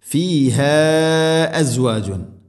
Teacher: മദ്ദിൻ്റെ അക്ഷരമായ അലിഫിന് ശേഷം ഹംസ മദ് മുൻഫസിൽ നാലോ അഞ്ചോ ഹർക്കത്ത് വരെ നീട്ടാവുന്ന മദ്ദാണ്.